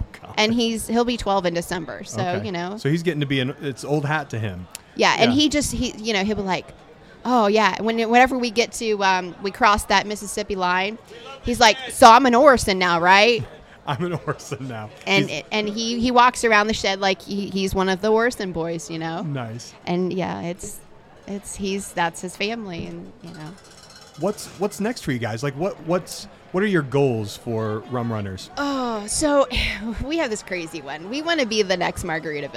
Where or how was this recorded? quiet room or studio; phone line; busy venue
busy venue